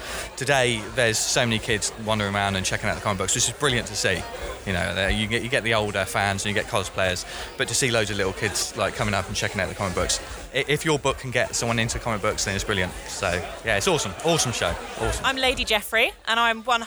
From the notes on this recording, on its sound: We head on the road to Melksham Comic Con 2015 and chat with the organisers, attendees and Brians at the event. Took Bee Mic round Melksham Comic Con to interview organisers, volunteers.